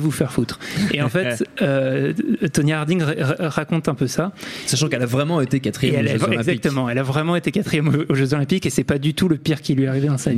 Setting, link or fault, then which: setting, busy venue